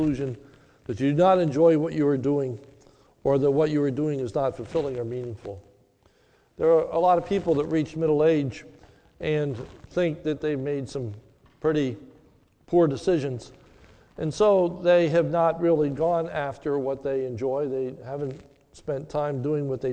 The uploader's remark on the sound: This is a sermon recorded at the Lebanon Bible Fellowship Church on 5/30/21 during the evening service